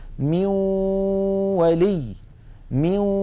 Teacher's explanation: مثال على ذلك من ولي، من، لاحظوا بأن الجزء اللساني في النون انعدم وتحول إلى واو، وأن الغنة قد بقيت · Term: الإدغام بغنة